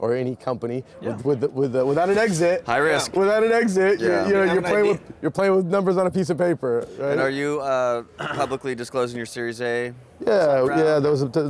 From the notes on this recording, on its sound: Live from New West Summit